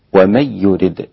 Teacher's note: إسقاط الغنة في هذا الإدغام لخلف عن حمزة